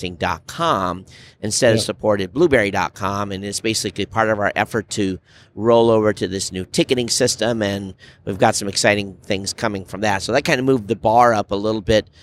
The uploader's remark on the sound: Live from Las Vegas at NABShow 2019. NABShow recap, recorded on the last day.